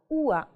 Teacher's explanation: То есть мы начинаем с буковки у, да? У и заканчиваем на безударном.